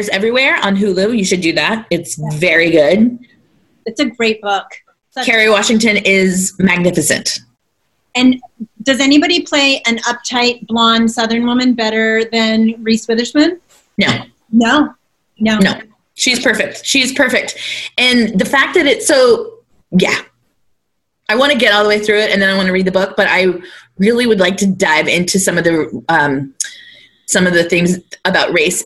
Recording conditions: video call